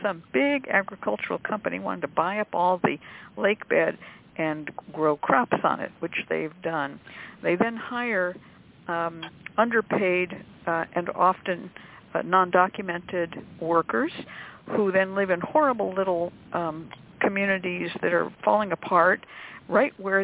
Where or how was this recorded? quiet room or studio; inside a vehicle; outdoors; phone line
phone line